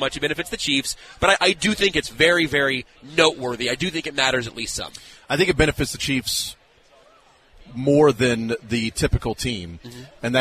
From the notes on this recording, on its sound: The Zone continues live from the KC Golf Show at the Overland Park Convention Center